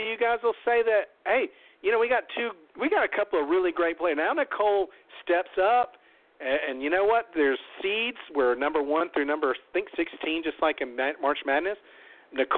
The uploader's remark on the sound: LIVE CALL IN! Tonight we open up the phone lines to anyone who wants to give their feelings on the season, the winners, or the jury.